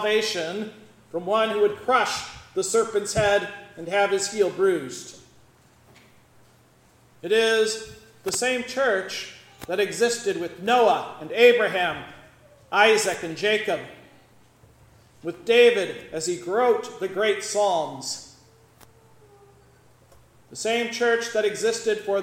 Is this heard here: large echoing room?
yes